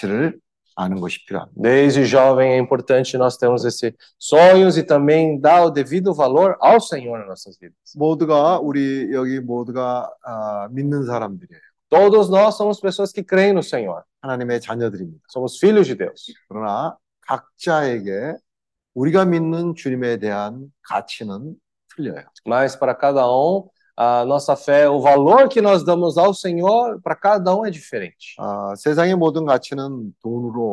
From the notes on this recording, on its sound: Meeting zoom